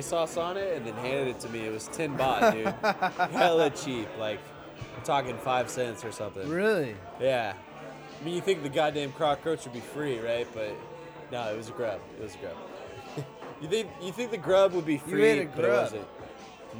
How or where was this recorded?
busy venue